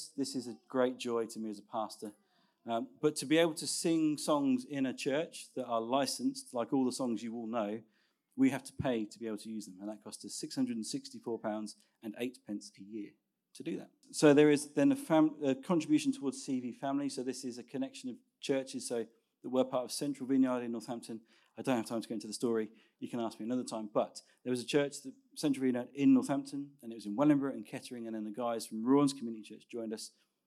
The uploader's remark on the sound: Recorded Sun 17th Sept at Saxon Hall, Raunds